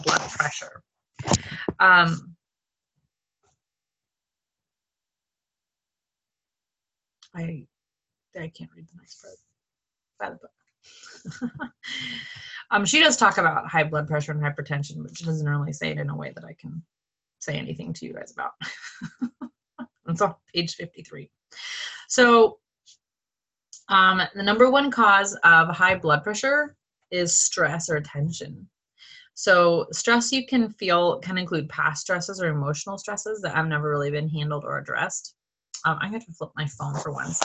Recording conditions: video call